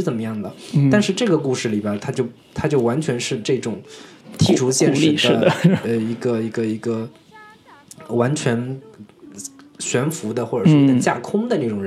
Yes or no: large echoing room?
no